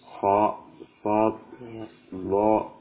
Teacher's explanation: Tafkhim yakni adanya penebalan huruf ya, dikarenakan gema suara yang memenuhi rongga mulut yang mantul ke arah air langit ya, ke arah langit-langit mulut.